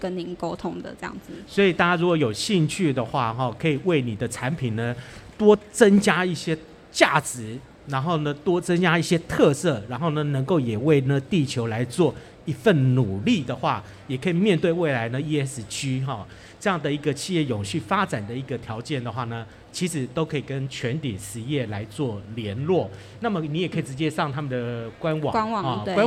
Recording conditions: busy venue